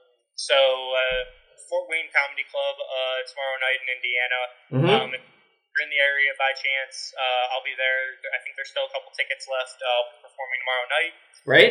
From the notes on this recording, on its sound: this episode's audio is a little funky